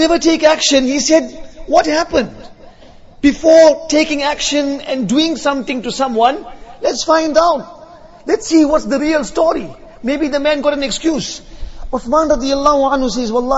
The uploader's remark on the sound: Jumuah lecture.